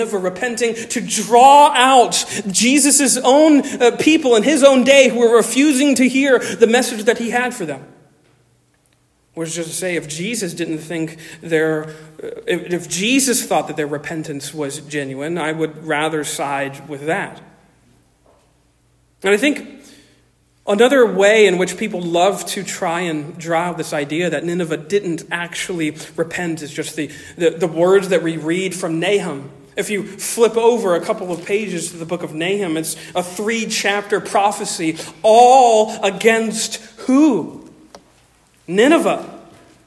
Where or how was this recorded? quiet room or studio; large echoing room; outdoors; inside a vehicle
large echoing room